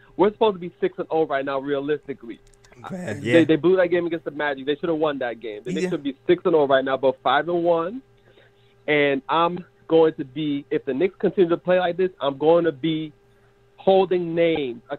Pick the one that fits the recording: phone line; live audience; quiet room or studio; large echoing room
phone line